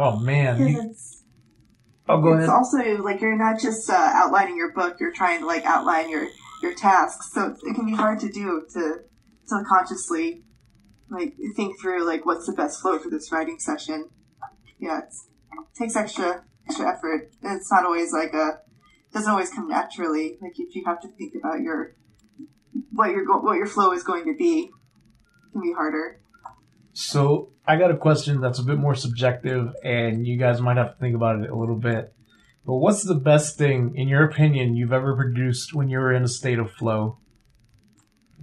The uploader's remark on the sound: I always prefer in-house podcasts because of the chemistry in the air but we had a great conversation using Zoom.